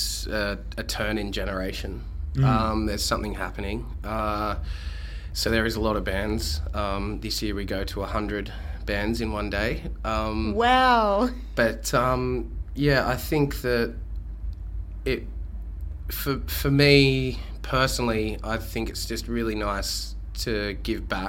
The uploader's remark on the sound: backstage and just moments before their performance at The Cambridge Farewell Festival